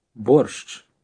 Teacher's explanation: Most Ukrainians do not pronounce the sh at the end of this word too distinctly.